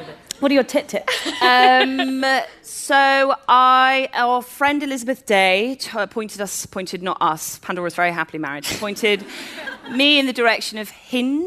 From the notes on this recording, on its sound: A LIVE Episode. We're back at Google's Curiosity Rooms to celebrate the launch of their Google Pixel 3 phone.